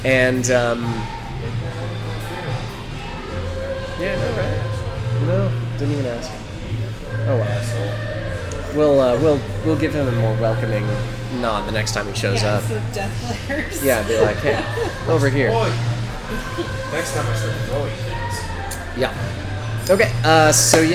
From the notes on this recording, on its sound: Note that this session was recorded at a local brewery, and on one of the EOR's old USB mics, so the quality isn't up to our usual standards.